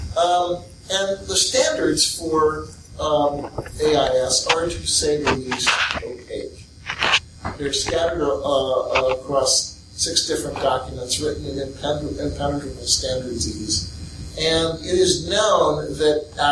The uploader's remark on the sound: a talk recorded at the Central Philadelphia Linux Users Group